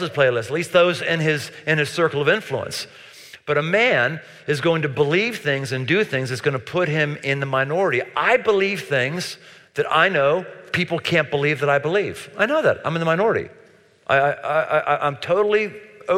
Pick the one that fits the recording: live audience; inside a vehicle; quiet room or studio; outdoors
live audience